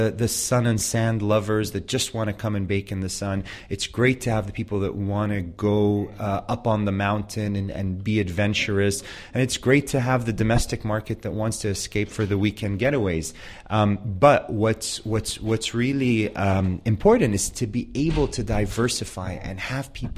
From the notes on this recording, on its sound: World Travel Forum - Lucerne Innovation Summit, where this podcast is being recorded.